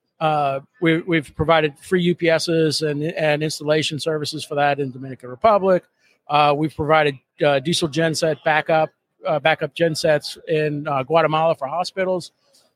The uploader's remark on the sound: Live From PTC ‘23